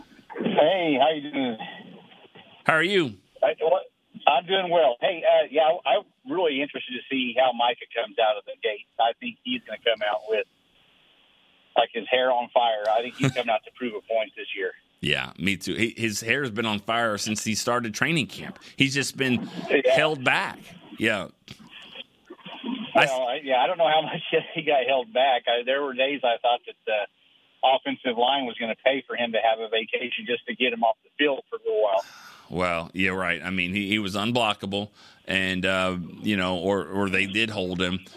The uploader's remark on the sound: the phone lines were flooded